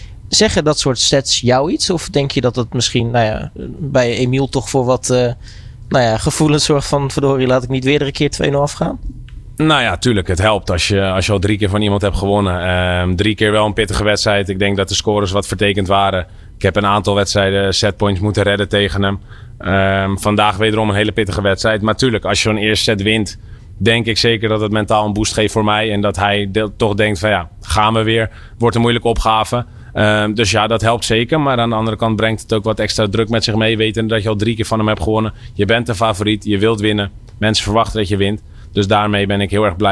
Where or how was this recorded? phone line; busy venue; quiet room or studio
busy venue